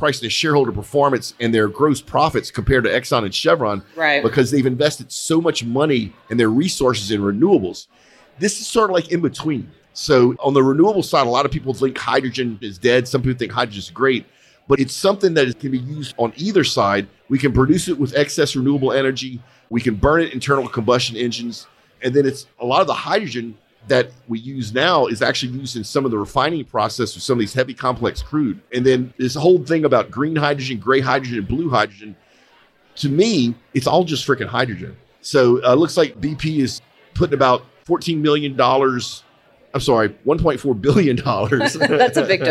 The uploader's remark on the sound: Live from the 12 th Annual Christmas Party Customer Appreciation Gumbo Gathering at R4 Specialites. Live from the 12 th Annual Christmas Party Customer Appreciation Gumbo Gathering at R4 Specialites.